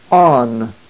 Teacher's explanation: Alpha nu, which is pronounced on. The alpha has a smooth breathing mark over it, therefore it is pronounced on, no H sound.